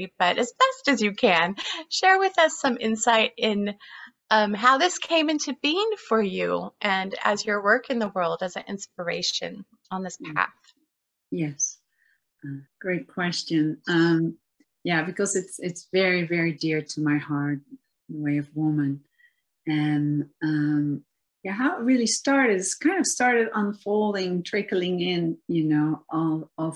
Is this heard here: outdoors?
no